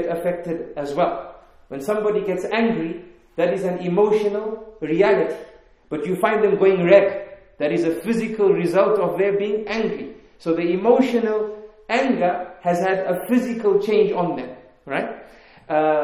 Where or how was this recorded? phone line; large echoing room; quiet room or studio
large echoing room